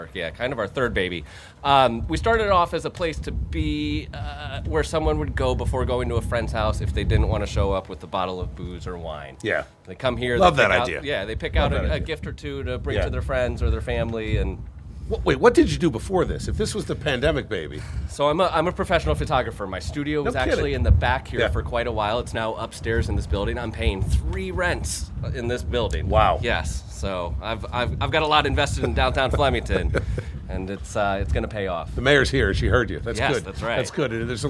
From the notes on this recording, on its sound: we're LIVE from Main Street in Flemington.